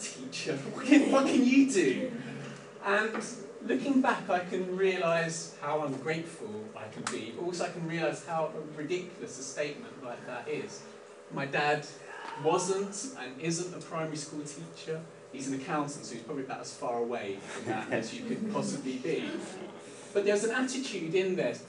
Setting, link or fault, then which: fault, poor sound quality